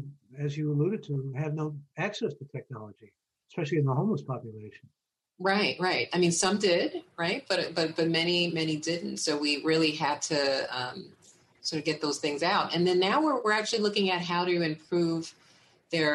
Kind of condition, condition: link, video call